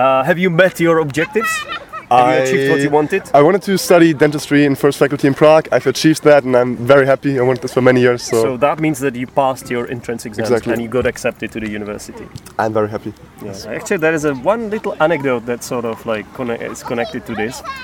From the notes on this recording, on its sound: recorded at a lake in Podebrady